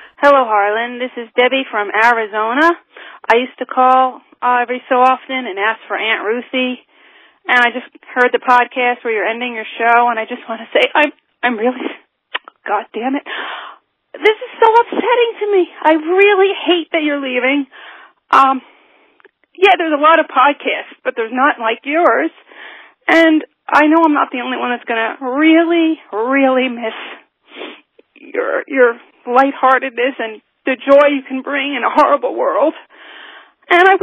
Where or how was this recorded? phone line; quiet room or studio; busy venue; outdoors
phone line